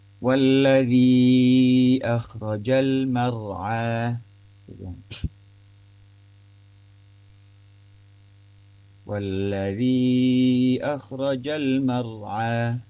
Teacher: Walladzi akhraja, di sini kita akan coba bahas mengenai pertemuan antara walladzi dan akhraja, yaitu apa di sini pertemuan antara bunyi panjang di akhir kata walladzi bertemu dengan hamzah di awal kata akhrajah